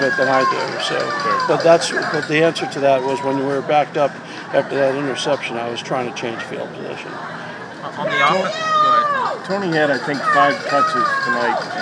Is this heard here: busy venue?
yes